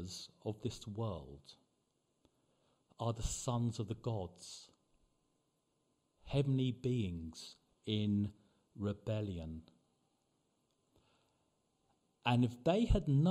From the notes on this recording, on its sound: Preached at the LCC Sunday Service